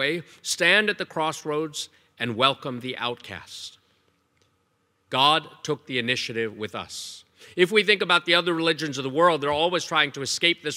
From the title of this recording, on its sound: Evangelization Leadership Conference Keynote Talk